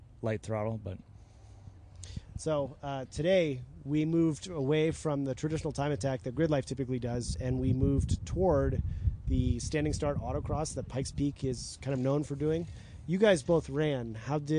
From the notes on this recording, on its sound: At #GRIDLIFE Alpine Horizon Festival